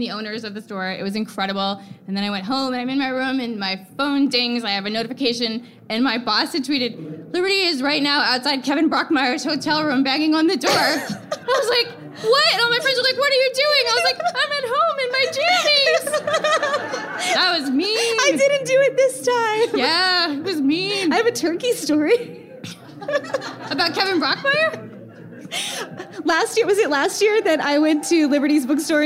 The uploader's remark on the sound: Recorded live at Book Riot Live 2015 in NYC!